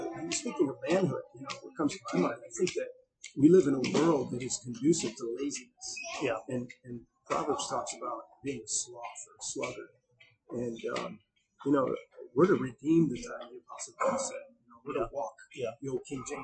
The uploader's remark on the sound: Due to some recording errors, the quality of the audio is below average; however, the vast majority of the conversation is comprehensible and beneficial.